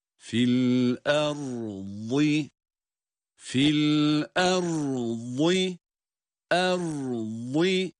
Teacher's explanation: Burada da ra ile vad harfi arasında böyle bir ilişki var. Yine ra harfinin cezim ile okunması tamamlanır tamamlanmaz araya boşluk vermeden vad harfini telaffuz ediyoruz.